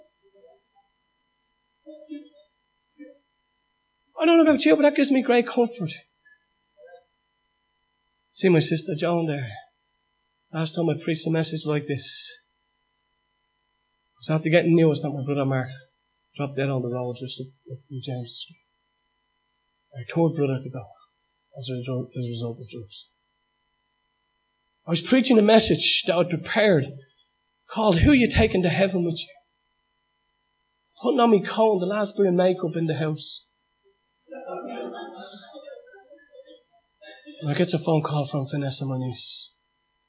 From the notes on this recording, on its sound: Recorded live at Liberty Church on 10th Feb 2019